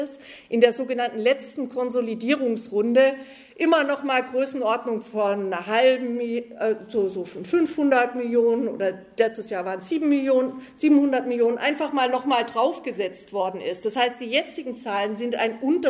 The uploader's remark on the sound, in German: auf der Konferenz «70 Jahre: Kein Frieden mit der NATO» der Rosa-Luxemburg-Stiftung in Frankfurt